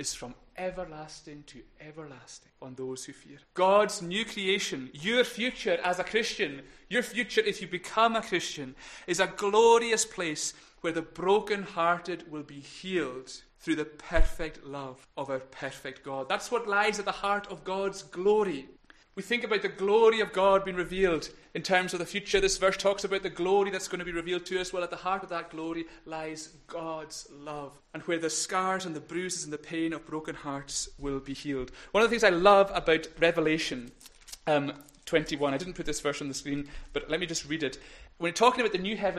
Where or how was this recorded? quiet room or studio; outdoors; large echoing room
large echoing room